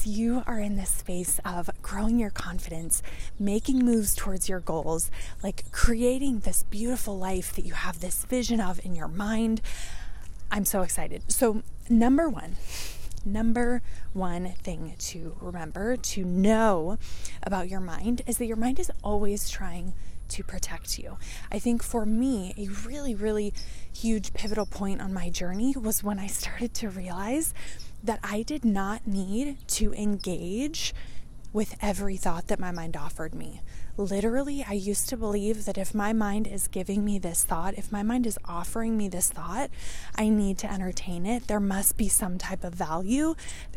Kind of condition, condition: setting, outdoors